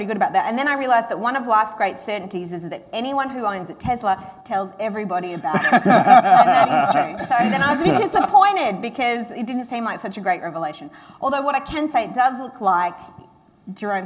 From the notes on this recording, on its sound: comes live from the Australian Labor Party National Conference Fringe Festival